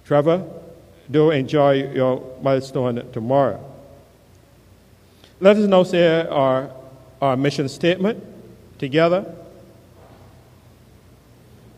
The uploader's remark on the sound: KeepItLoud Live Service with St. John's Episcopal Church U.S.V.I